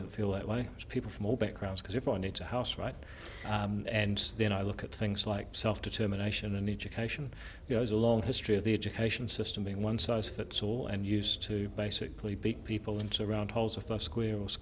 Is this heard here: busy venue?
yes